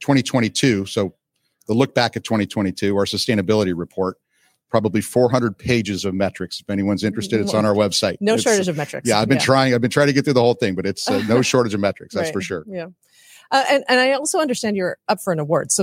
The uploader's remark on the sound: LIVE from Datacloud Global Congress